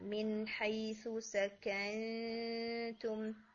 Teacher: ایک تو ہم یہاں پر اخفاء کر کے پڑھیں گے، نون ساکن کے بعد تا ہے